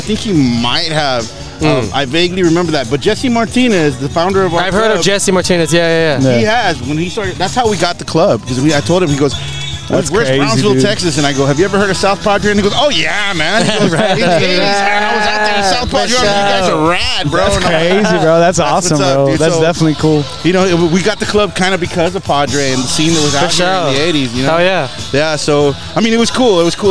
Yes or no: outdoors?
yes